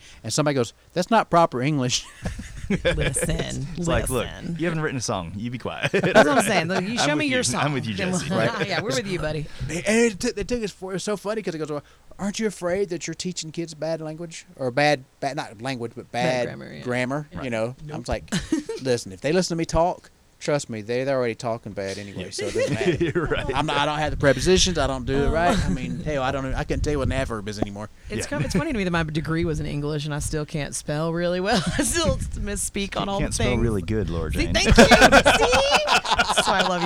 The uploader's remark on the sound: live from "The Bird's Nest"